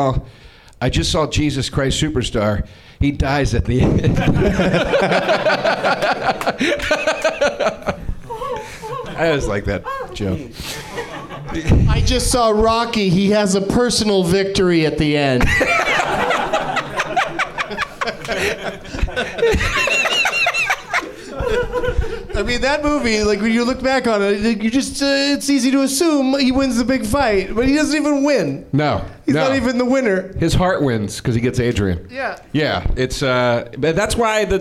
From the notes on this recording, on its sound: Live from the NerdMelt Showroom in LA